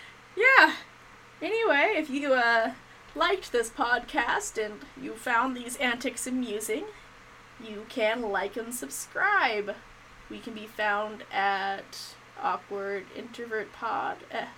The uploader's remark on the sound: I apologize about the audio quality in this episode.